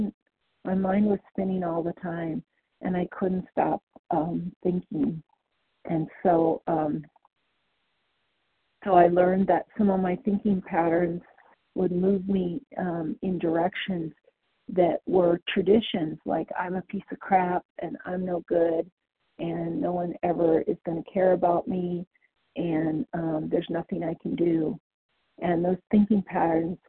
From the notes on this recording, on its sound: the 100 Pounders Phone Meeting